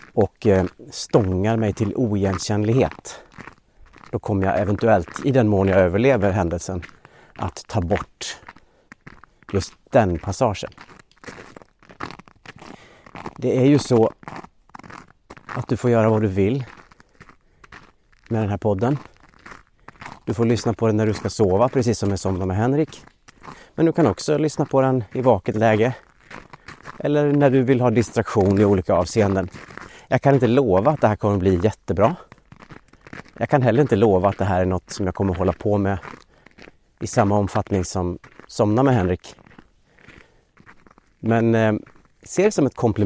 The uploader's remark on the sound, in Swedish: det knastrande ljudet från hans steg på snön